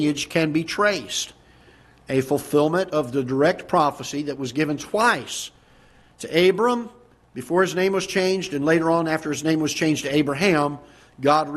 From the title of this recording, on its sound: Ketha Heights Baptist Church ~ Live Broadcast